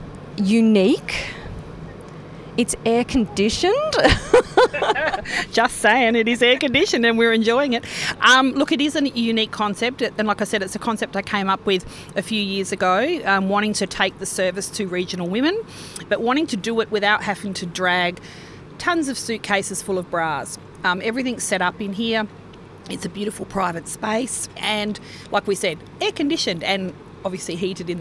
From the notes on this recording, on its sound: Live at 2023 Henty Field Days. A live roving interview from the 2023 Henty Field Days. I get out amongst the 3500 businesses across 1200 sites and 14km of shopfront on 105ha - the biggest exhibition space in the country. At times you will hear the sounds of our surroundings whether it's some of the 60,000 people in attendance, nature, machinery or a PA system.